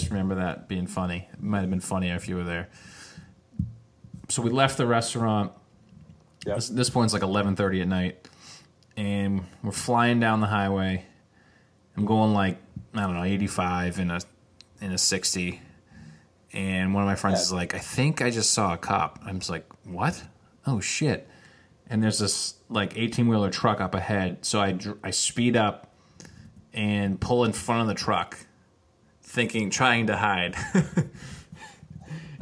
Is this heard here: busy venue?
no